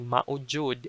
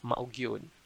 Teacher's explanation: Normally we would say that giyud. But as a modern speaker, especially if you're talking to young ones, sometimes the GY turns into J. · Shown in: first take